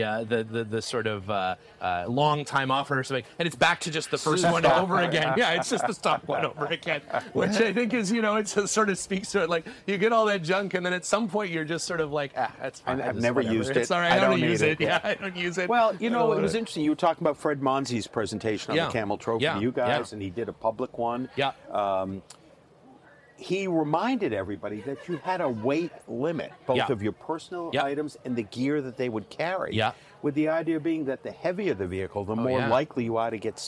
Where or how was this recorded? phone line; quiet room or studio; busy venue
busy venue